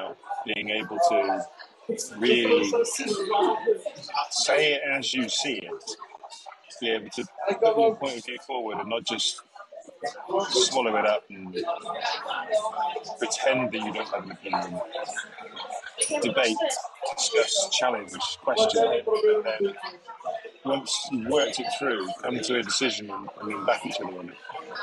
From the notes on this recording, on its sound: Quite a bit of background noise so we painstakingly added the subtitles manually.